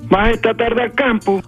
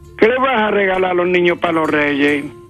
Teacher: en la localidad gaditana de Ubrique, las frases interrogativas terminan en alto.